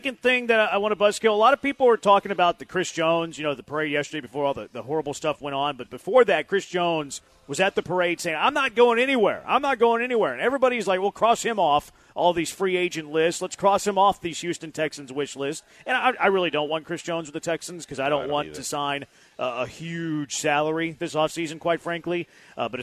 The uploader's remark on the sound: live from The Decoy